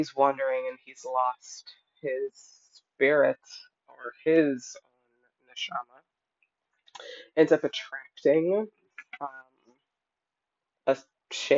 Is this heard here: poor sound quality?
yes